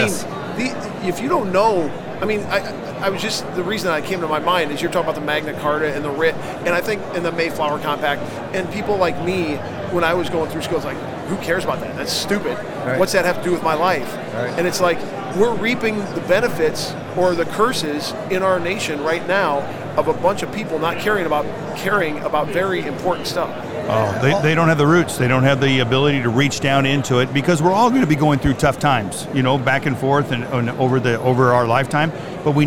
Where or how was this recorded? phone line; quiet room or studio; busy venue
busy venue